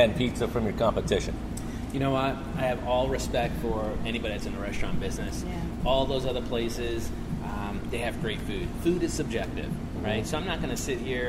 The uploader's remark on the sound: I was live on location at one of my favorite pizza locations in the Triangle, Manhattan Pizza - Holly Springs!